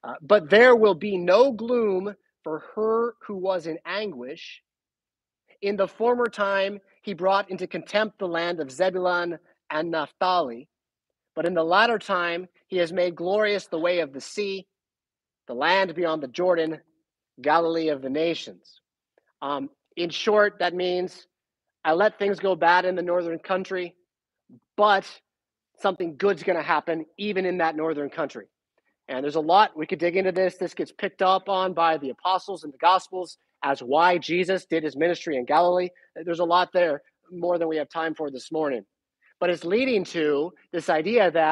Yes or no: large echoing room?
yes